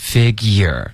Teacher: Figure,是一个 e 的音没有鼻音。